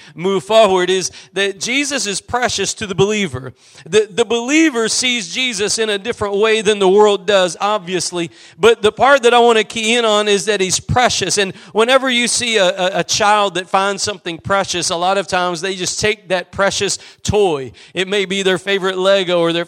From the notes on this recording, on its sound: Preached at Gospel Lighthouse in Bossier City, La.